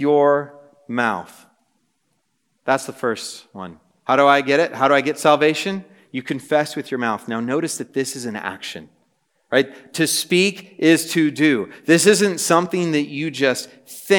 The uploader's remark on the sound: This message was preached on January 25, 2024 at a Thursday Night Gathering of Coram Deo College Ministry.